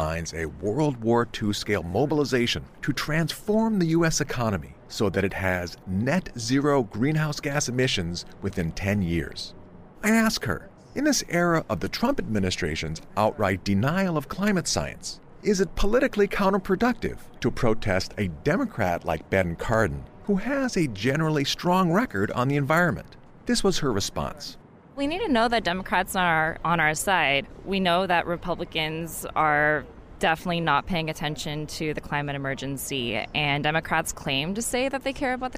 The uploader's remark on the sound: outside an office tower on Charles Street in downtown Baltimore